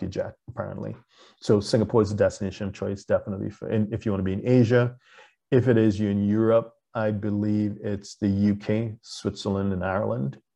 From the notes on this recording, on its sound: LIVESTREAM. For those joining us on Zoom.